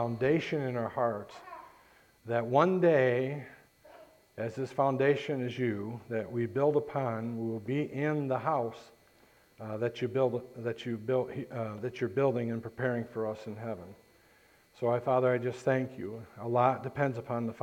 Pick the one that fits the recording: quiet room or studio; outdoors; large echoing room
large echoing room